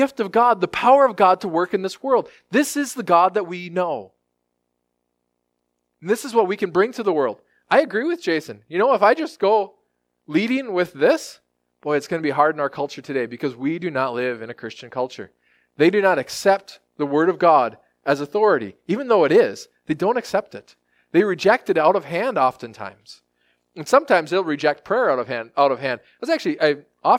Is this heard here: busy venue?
no